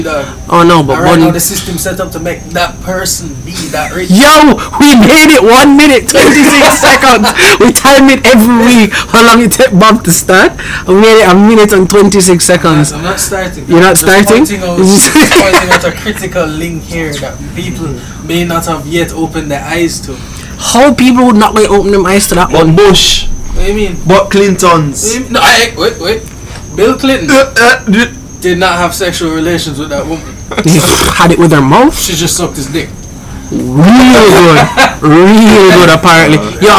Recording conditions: uneven or low level